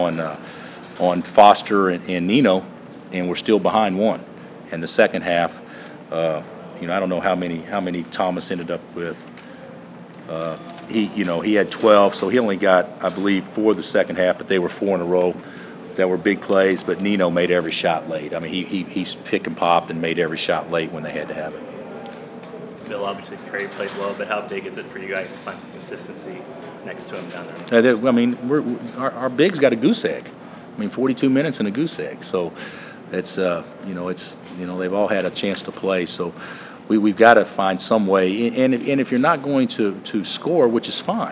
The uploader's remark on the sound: Press Conferences & Post-Game Interviews